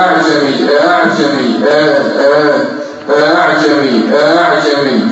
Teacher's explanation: ينطق بالهمزة بين الألف والهمزة · Term: الألف المسهلة